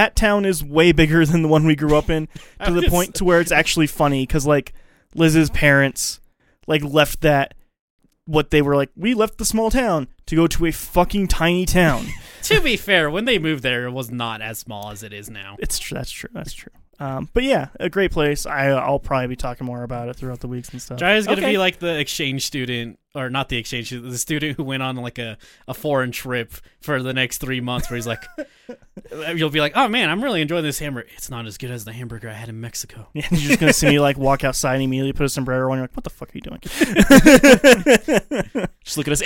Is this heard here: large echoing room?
no